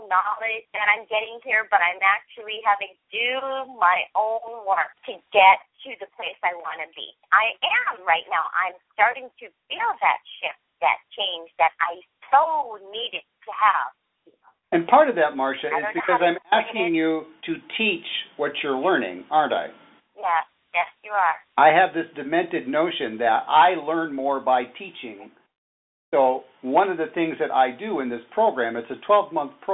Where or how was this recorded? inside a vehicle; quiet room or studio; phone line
phone line